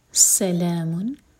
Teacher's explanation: سین پر سیٹی والی آواز آنی چاہیے